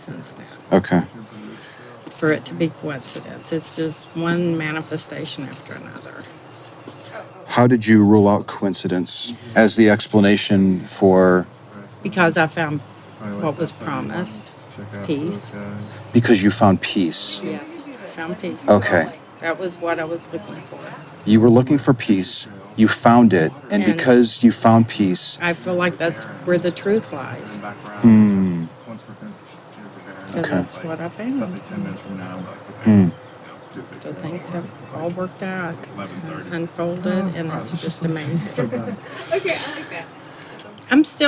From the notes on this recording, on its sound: Location: San Antonio, Texas. Recorded w/Go-Pro.